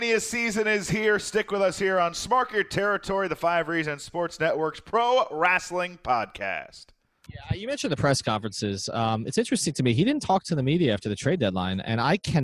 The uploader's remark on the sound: Live From All-Star Weekend